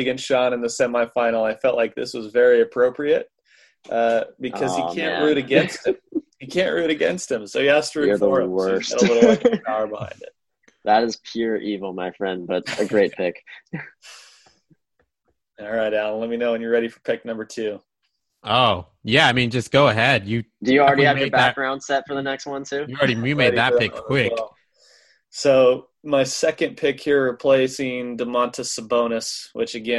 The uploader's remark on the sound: hop on a Zoom call